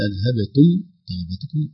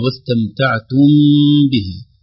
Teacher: إذا فالميم الأولى أذهبتم طيباتكم ميم ساكنة مظهرة، طيباتكم في أيضا ميم ساكنة مظهرة، أما واستمتعتم بها ميم ساكنة لكنها غير مظهرة لأن الباء جاءت بعدها فأخفيت إخفاء شفويا · Shown in: second take